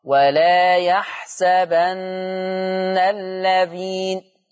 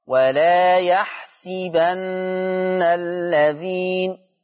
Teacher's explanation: عندي في الآية 178 والآية 180 الفعل يحسبا، قرأ حفص بفتح السين فتقرأ ولا يحسبن الذين، أما ورش فيقرأ بكسر السين · Shown in: second take · فتقرأ ولا يحسبن الذين.